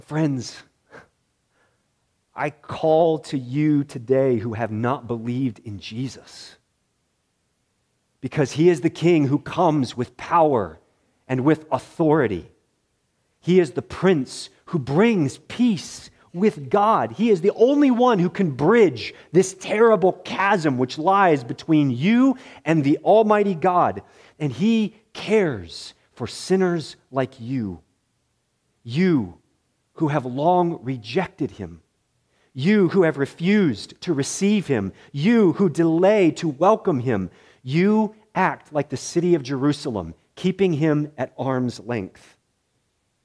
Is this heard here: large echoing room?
yes